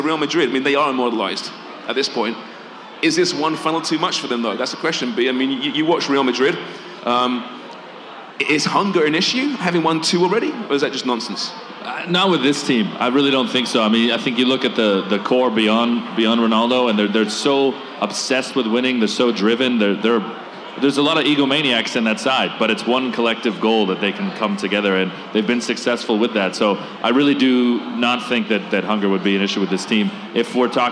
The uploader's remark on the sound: Champions League Final Event. From Footy Talks Live Champions League event.